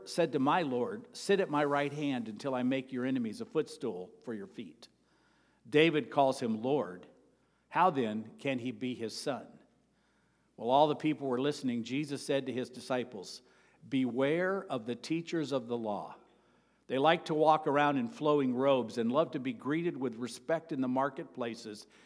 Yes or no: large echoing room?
yes